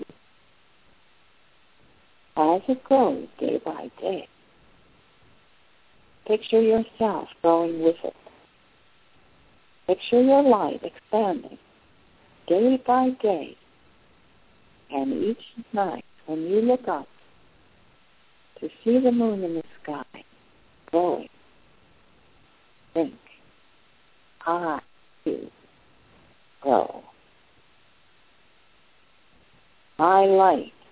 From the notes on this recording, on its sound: The audio is not optimum, from a cell phone in Puerto Rico.